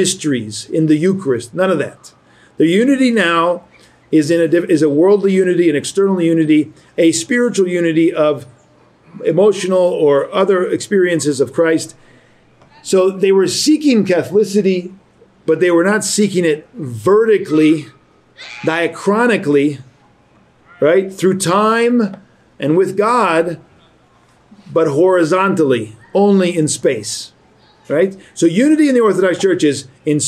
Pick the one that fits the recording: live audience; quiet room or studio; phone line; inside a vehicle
live audience